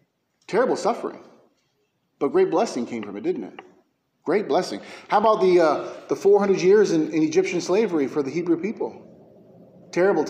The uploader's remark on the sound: A sermon preached at McKee Road Baptist Church in Bakersfield, Ca.